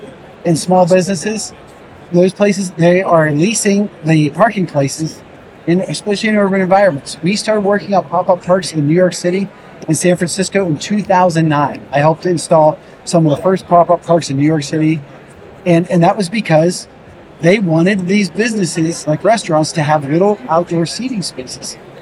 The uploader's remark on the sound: LIVE from Greenbuild 2023. In this bonus episode, we share a LIVE conversation from the 2023 Greenbuild International Conference and Expo in Washington D.C.